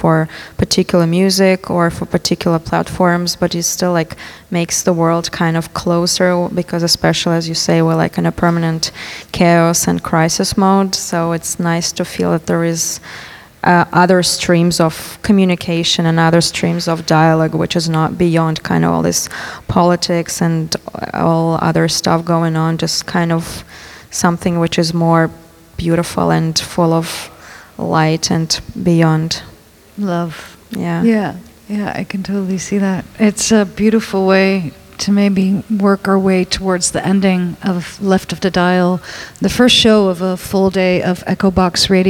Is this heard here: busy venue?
yes